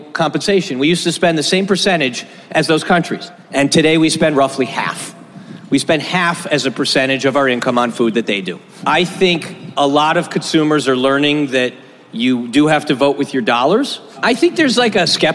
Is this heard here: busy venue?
yes